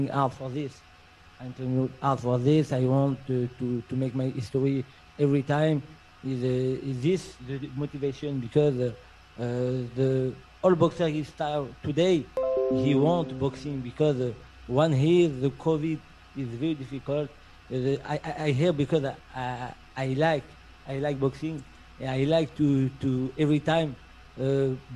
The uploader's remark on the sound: Press Conference